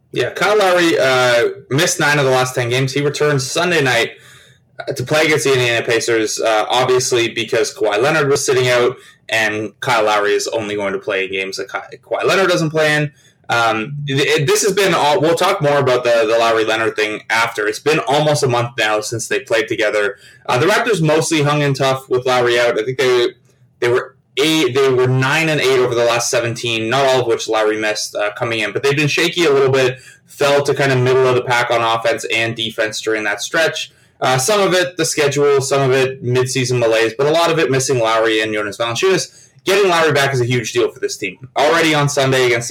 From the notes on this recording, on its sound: Apologies for the audio quality of this one.